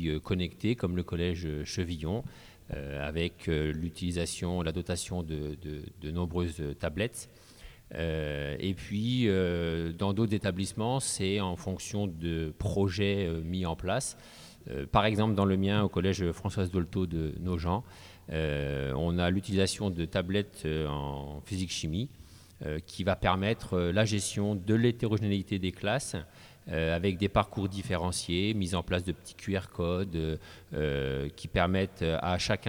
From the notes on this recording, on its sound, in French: émission réalisée en direct de l'atelier Canopé de Chaumont le 3 février 2016